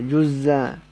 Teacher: وحذف همزته وشدد الزاي أبو جعفر، جزا. ووجه بأنه لما حذف الهمزة ووقف على الزاي ثم ضعفها أي ثم أجرى الوصل مجرى الوقف.